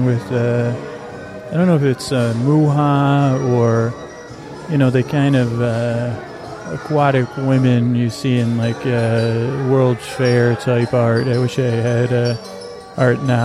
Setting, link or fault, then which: fault, sounds in the background